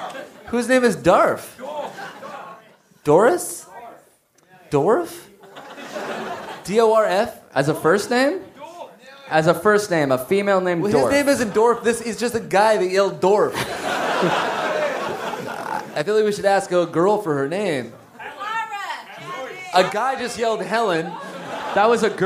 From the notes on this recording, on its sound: Live from Manchester! Recorded at The Lowry in Manchester, UK!